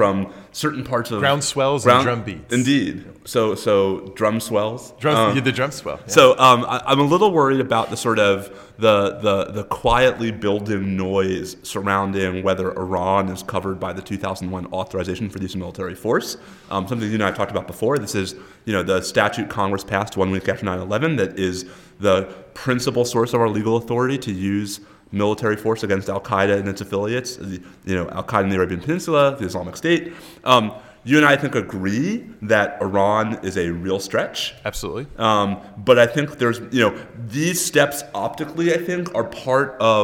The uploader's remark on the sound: Live episode! We recorded this morning before a live audience at the University of Texas School of Law reunion weekend. It was a packed house of terrific alumni.